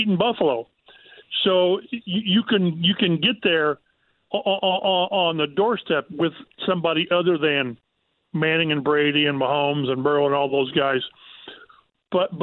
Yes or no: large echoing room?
no